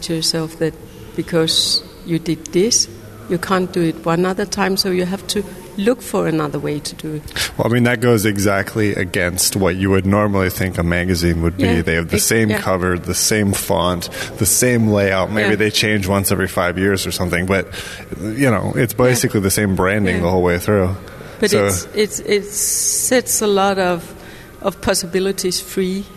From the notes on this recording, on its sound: Today we are presenting some of the conversations we had during the 1000 Books Art Book Festival which was at Charlottenborg about a week and a half ago.